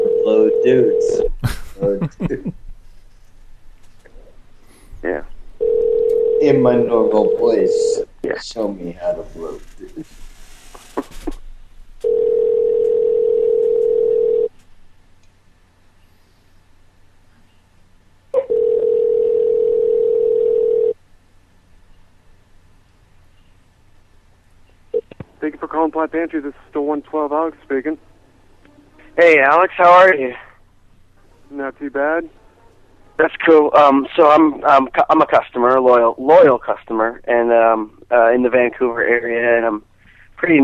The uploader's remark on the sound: Prank Phone Calls